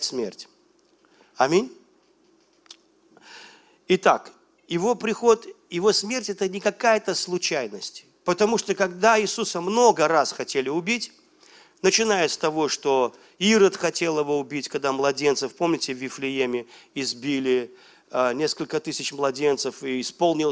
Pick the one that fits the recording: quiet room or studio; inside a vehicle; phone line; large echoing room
large echoing room